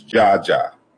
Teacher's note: the second consonant in jazz was dropped in places once you get further into like Nigeria and Congo areas. So so you'll find it like they'll repeat it.